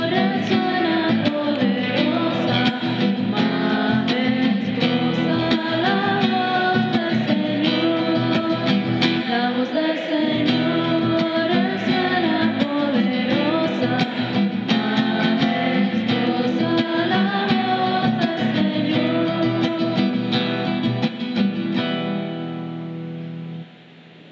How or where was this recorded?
large echoing room